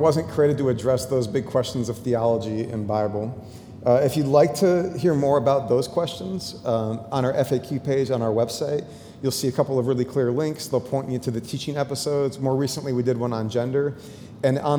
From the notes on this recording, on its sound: 2023 Creating Safe Spaces For LGBTQ+ People Panel. The panel also responded to questions from those in attendance.